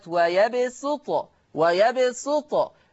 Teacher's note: حفص عن عاصم يقرأ بالسين الخالصة، حفص عن عاصم يقرأ بالسين الخالصة، أي أن هذه الكلمة في حفص عن عاصم تقرأ بالسين فقط، هذا من طريق الشاطبية.